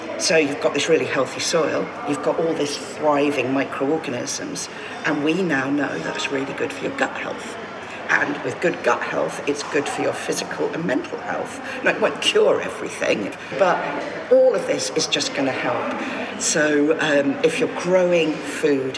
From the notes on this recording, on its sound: From BBC Gardeners' World Live, June 2023. Visits the BBC Gardeners' World Live show, at the NEC in Birmingham.